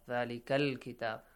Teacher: Hamzatul Wasl I skip, but I read lam.